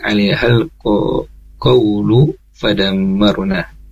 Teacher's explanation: di alaihal qawlu, nah hati-hati di sana Ibu, di sana lu-nya pendek u-nya. Lu-nya pendek ya, tadi terdengar sedikit kepanjangan Bu.